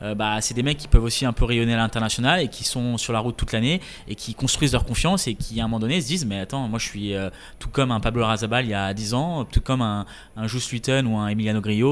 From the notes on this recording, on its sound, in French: Enregistré depuis le prestigieux club house du Royal Liverpool